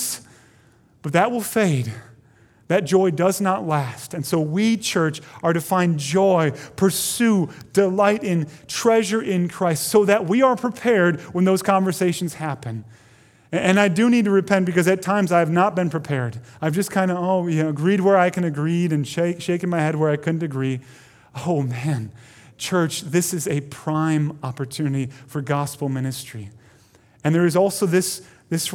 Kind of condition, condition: setting, large echoing room